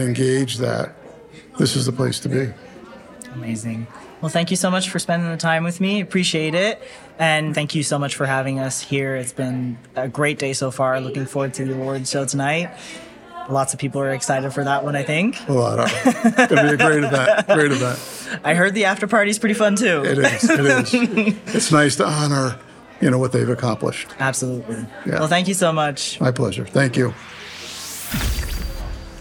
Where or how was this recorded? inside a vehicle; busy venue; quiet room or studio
busy venue